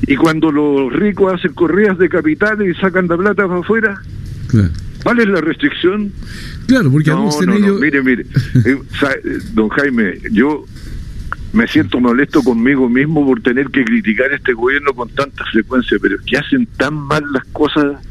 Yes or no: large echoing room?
no